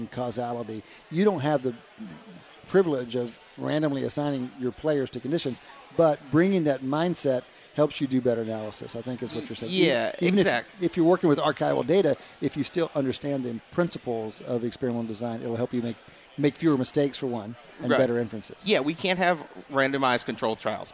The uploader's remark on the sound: at the Wharton Sports Business Summit 2018